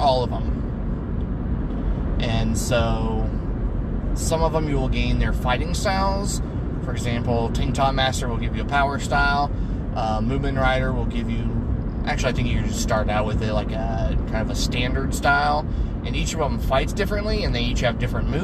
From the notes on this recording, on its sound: record while driving home